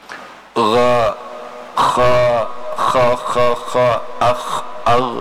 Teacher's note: antara kha dengan gha itu makhrajnya sama, yaitu adnal halqi